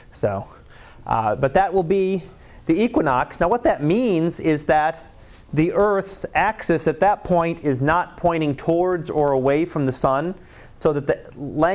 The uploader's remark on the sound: Live Class Lecture.